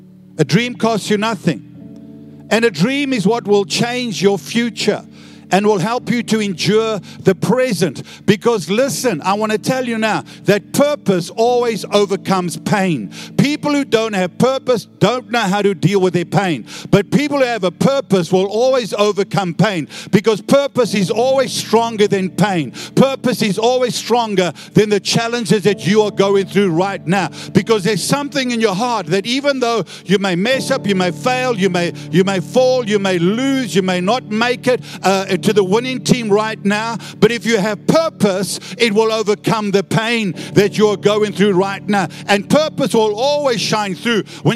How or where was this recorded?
large echoing room